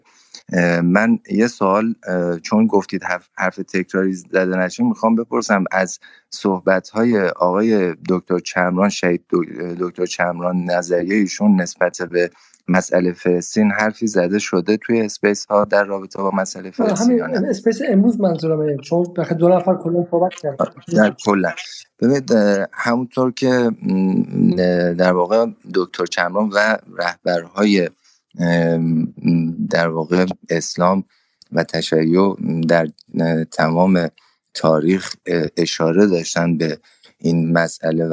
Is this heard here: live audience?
no